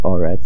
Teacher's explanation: So Eretz is at the end of a pasuk or at a mafsik, is changed to a comet. Instead of Eretz, it becomes Oretz, and the stress remains on the Aleph.